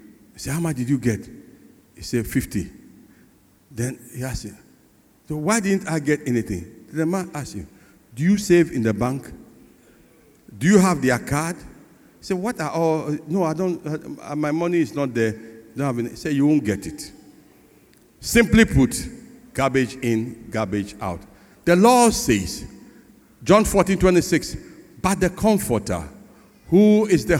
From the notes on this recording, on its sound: Message preached at CBC Shiashie Campus